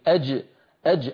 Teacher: من وسط اللسان، طرف اللسان هذه منطقة الدال، لا تستعملها، استعمل فقط منطقة الجيم. أج أج، أما إذا قلنا أج أج يخرج صوت جيم مخلوطة بدال فيخرج الصوت الرديم، الرديم صار من الردم مشتق.